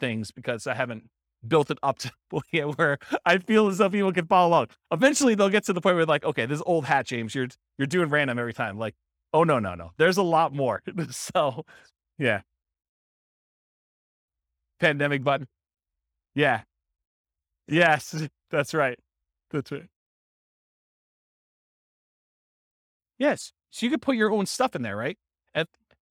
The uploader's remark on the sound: This was a live class recorded